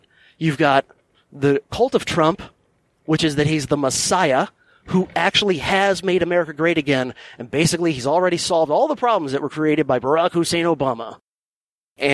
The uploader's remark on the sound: from his mobile podcasting studio, the Silver Bullet, while commuting